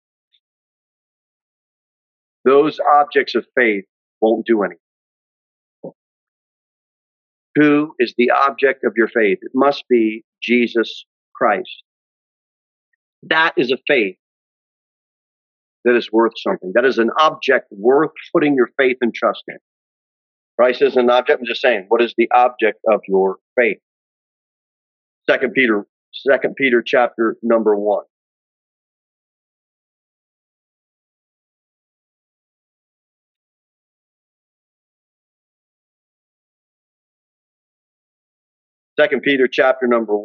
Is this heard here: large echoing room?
yes